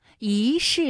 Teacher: 一世的一它也是一声，不过呢，它在这里做变调处理，读二声了